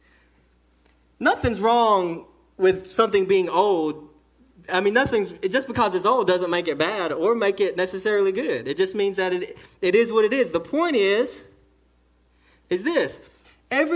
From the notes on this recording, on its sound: Sermon delivered to Cottondale Baptist Church in Eastman, GA on 1/21/18 during the morning service.